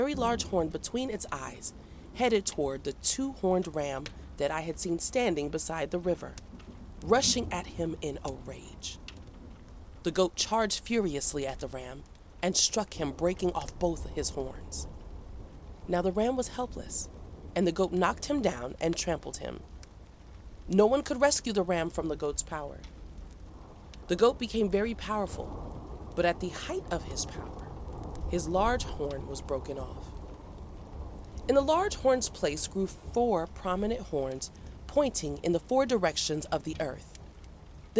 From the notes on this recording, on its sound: Enjoy the soothing sounds of a crackling fireplace and a quiet thunderstorm as a backdrop to the reading. Fall asleep to a dramatized reading of the Bible, including music, nature sounds, and sound effects.